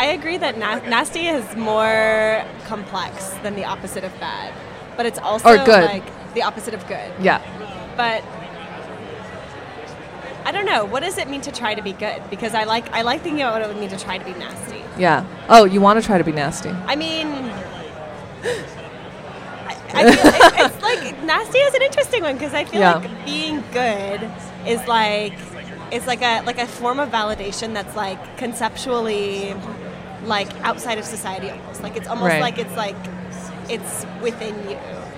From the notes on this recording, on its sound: Live from INTERNET YAMI-ICHI: TRYTOBEGOOD (November 6, 2016)